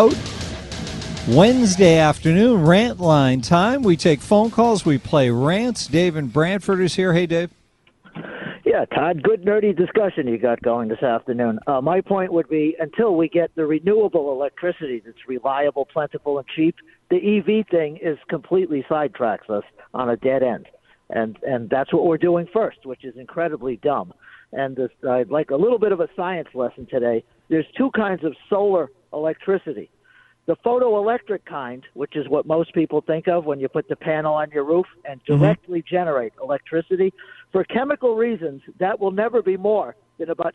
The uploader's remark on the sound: take phone calls